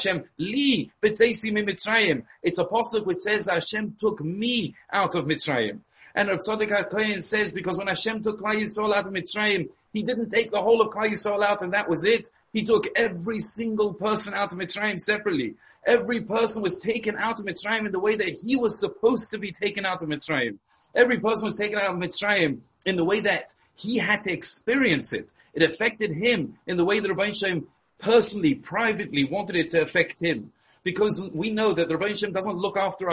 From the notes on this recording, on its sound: Shiur given over Zoom